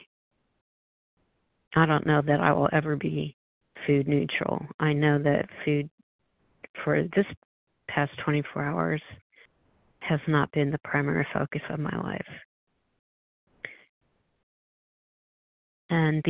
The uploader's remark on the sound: 100 Pounders Phone Meeting